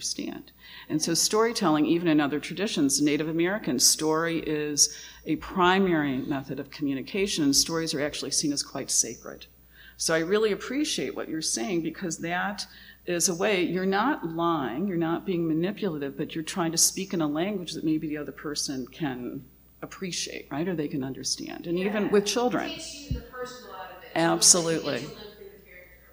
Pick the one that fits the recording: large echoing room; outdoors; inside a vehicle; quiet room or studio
large echoing room